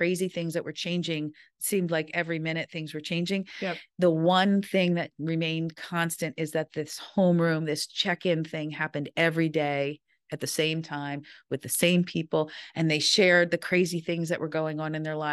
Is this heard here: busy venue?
no